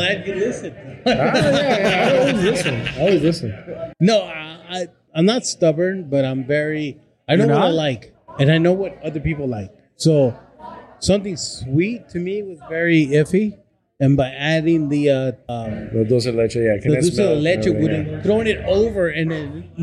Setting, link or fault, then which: setting, busy venue